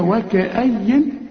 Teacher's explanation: الواو والكاف والهمزة هي كلها مرققين